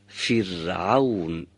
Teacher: باید را سکوندار رو نازک تلاوت کنیم و تلفظ کنیم